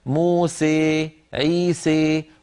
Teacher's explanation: الفتح والإمالة وبين اللفظين، وهذا أمر منتشر في العرب جدا، فأغلب القبائل تقول مثلا موسى عيسى، بعض القبائل العربية تخلط صوت الألف بشيء من الياء قليلا فيقولون موسى عيسى، قبائل أخرى تخلط الألف بالياء خلطا كاملا فيتولد حرف بين الألف والياء تماما فيقولون موسى عيسى ويصعب عليهم تغيير لسانهم، هذا أيضا سمح به لأنه لا خوف منه ولا يؤثر في تغيير المعنى.